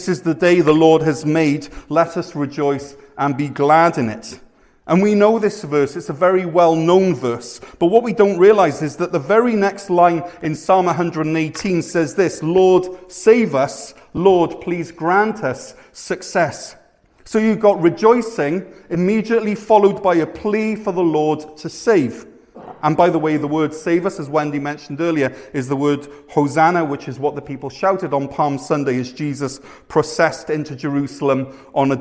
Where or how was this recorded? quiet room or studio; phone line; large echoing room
large echoing room